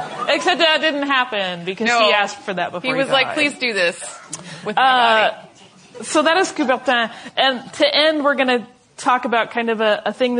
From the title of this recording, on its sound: Live at the DMA